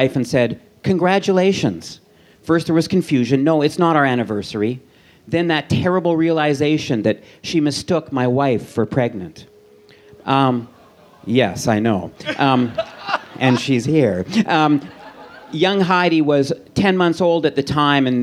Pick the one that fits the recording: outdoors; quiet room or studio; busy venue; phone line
busy venue